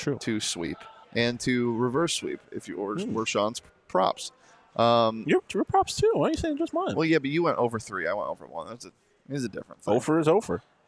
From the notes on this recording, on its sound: LIVE from the Ice Den Scottsdale